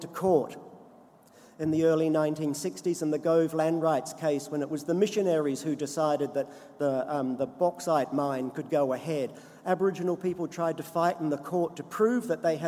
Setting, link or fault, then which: setting, live audience